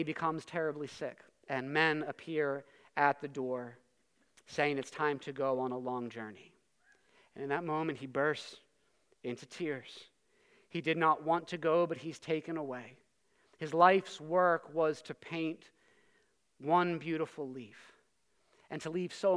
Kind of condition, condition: setting, large echoing room